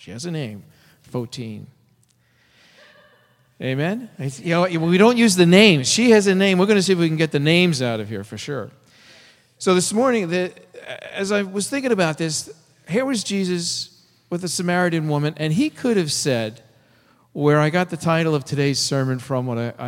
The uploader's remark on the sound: Delivered at First Congregational Church of Oakland, CA on March 23, 2014